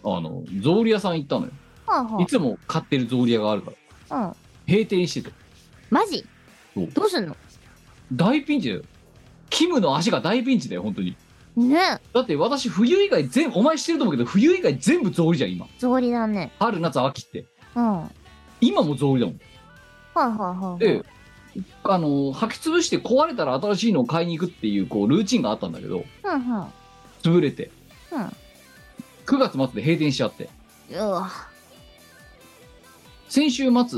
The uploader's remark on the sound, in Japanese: 本番組はリモート収録です。収録時環境の影響により、全体的に聴き取り辛くなっております。途中で色々とノイズ等入りますが、収録時のものです。